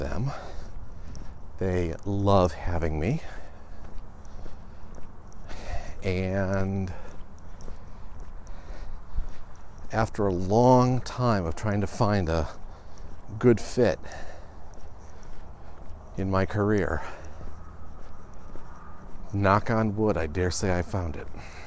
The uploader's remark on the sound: Today I take the walk outside, enjoy the good weather